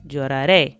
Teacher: So we're adding the letter E with an accent over it. Again, so the stress is on the last syllable, which again is very important.